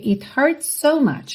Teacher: Repara que ali no hurts, so, a gente tem um S fechando hurts e outro S começando so. Você não tem que se preocupar em fazer dois S's mesmo